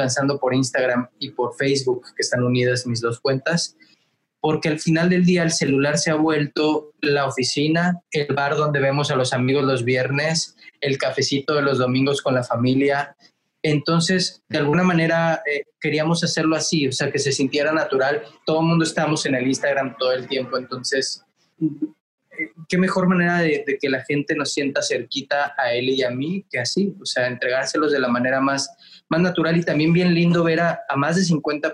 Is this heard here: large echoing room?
no